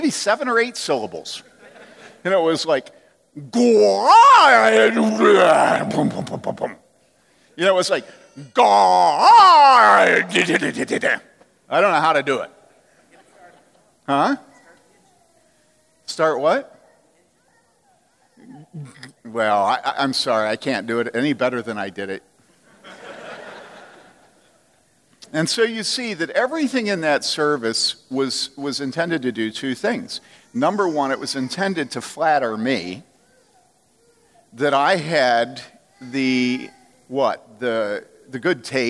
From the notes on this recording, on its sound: From the Summer 2015 Clearnote Conference.